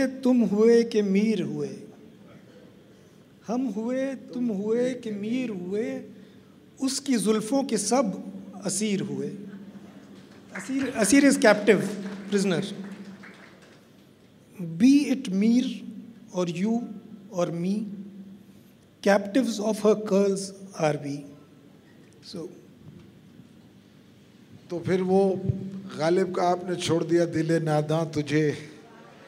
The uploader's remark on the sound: This is a live session from Jaipur Lit Fest 2022.